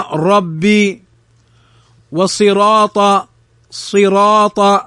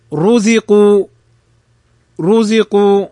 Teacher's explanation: نلحظ أن الراء مفتوحة فنفخمها · Term: تفخيم الراء